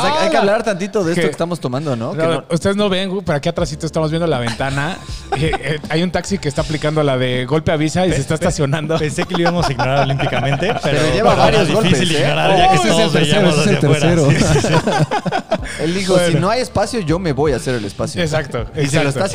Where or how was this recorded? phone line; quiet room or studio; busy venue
busy venue